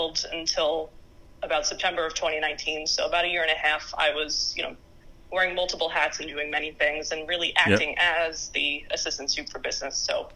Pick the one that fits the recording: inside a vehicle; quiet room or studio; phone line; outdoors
phone line